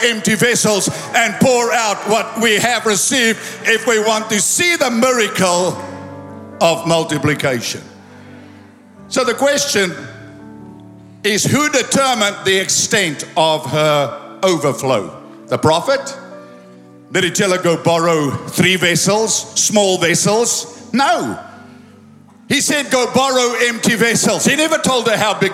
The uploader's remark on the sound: Recorded live at Planetshakers Church (Melbourne) on Sunday 14th of January 2024.